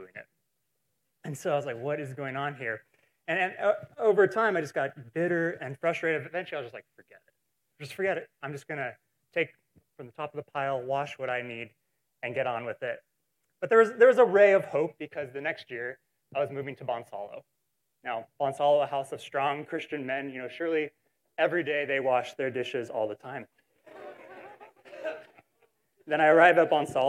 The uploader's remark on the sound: Recorded in SGM 101